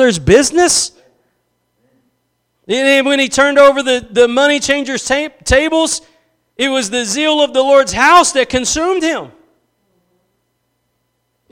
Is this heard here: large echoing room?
yes